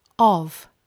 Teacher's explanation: This word is usually not stressed, so we usually make a schwa vowel, so it becomes of.